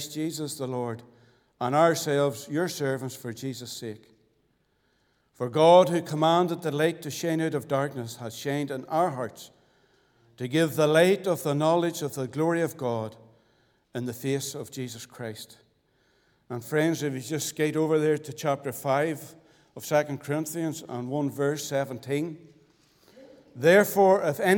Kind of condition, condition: setting, large echoing room